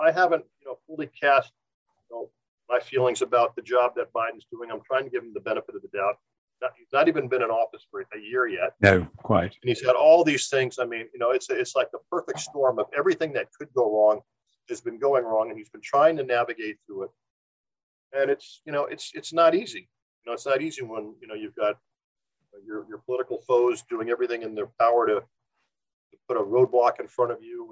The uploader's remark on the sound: Apologies the audio quality is not quite as good as usual, variable rural broadband, we're afraid!